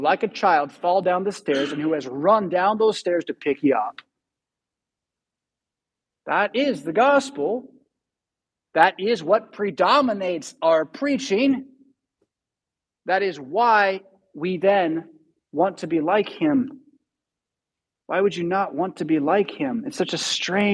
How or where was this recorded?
large echoing room